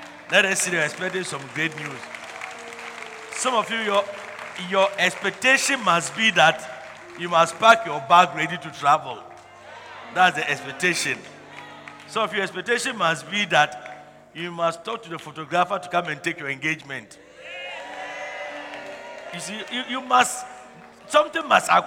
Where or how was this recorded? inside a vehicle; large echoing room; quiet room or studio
large echoing room